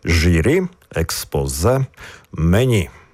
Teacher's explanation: У запозиченнях з французької мови також акцентуємо останній склад. · Term: наголос на останній склад